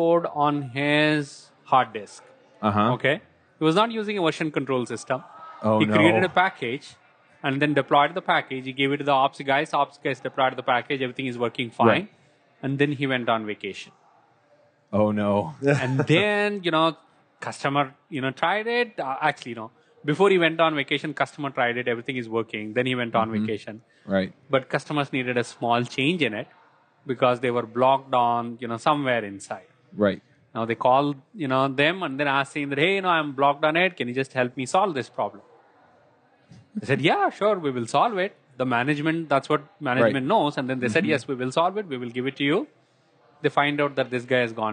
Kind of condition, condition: setting, busy venue